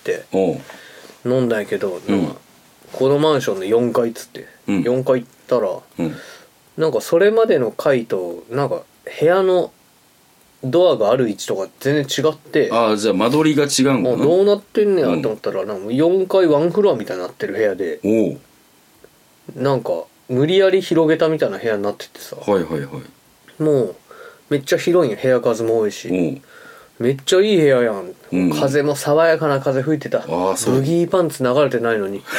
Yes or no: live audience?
no